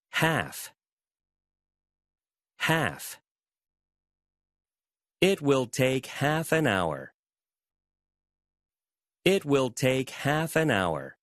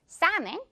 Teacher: 이 L이라는 글자는 유령 친구, 소리가 없는 글자가 될 수 있다는 거 · Term: 무음, 침묵의 소리